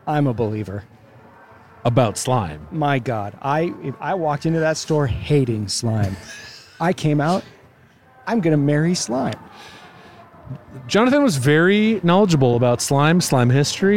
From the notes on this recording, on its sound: They walk a local mall and rate its retail flair, culinary offerings, and audio recording policy violation response time.